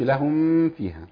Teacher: مخرج الشفتين الميم والفاء مخرجهما الشفتين. تمام. فلنحذر أن نخفي هنا الميم لوقوع الفاء بعدها.